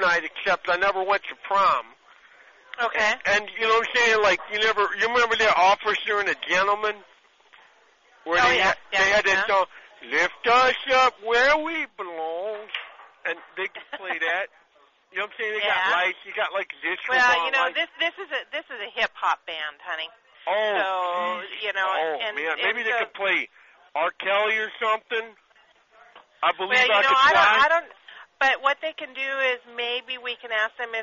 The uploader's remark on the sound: Prank Phone Calls